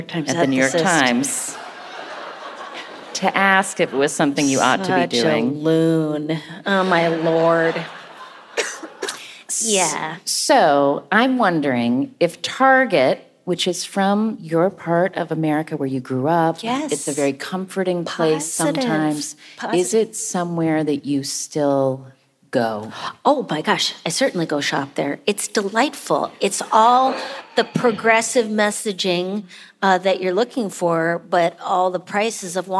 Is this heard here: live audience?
yes